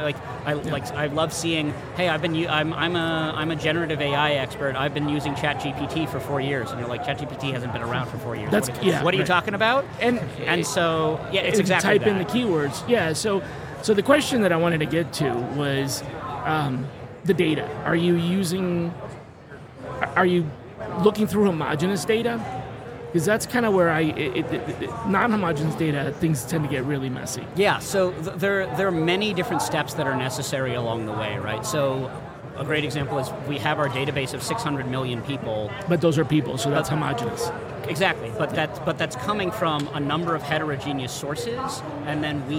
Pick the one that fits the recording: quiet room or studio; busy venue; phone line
busy venue